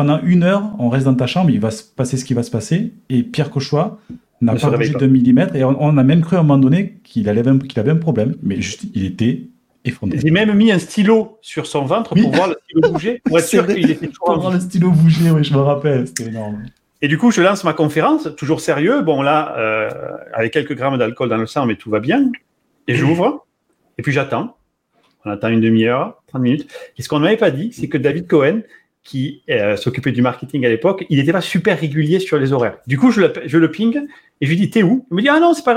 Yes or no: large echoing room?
no